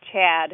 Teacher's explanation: It's a longer vowel than it is in, you know, other regions of the country, and you can hear it pretty distinctly when he says Chad. · Term: raised A sound